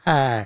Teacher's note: the Southern drawl would take a vowel like I and flatten it